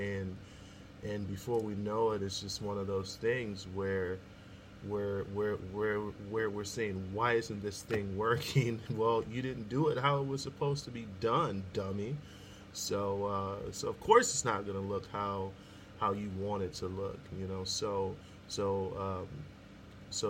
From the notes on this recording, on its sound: sorry about the background noise